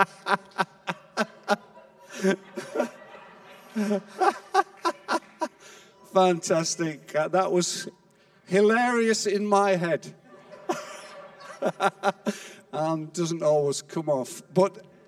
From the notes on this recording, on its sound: Recorded live at Life Church.